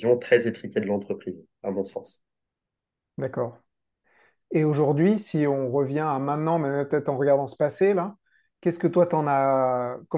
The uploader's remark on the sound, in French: Nous l'avons enregistré début 2023 à distance.